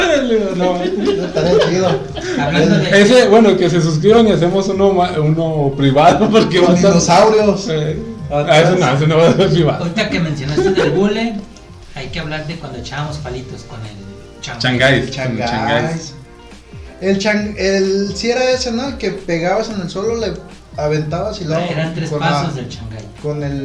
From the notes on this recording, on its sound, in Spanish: En vivo Fallido. Esperamos mejorar el audio.